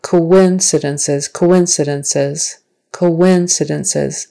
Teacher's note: But that O-O, there's more of a like a W sound in the middle to join the O-O to the I